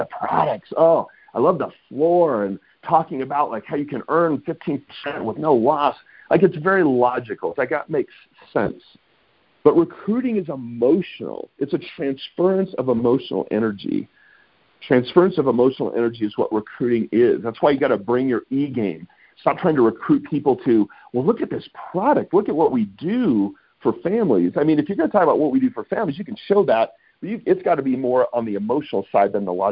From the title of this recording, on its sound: Friday Morning Conference Call